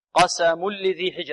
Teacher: يصير التنوين لاما خالصة